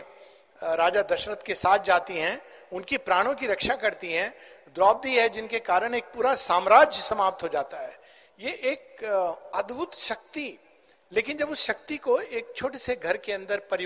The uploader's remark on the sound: At the Fist National Sri Aurobindo Mahila Pathachakra Conference (Dec 2022).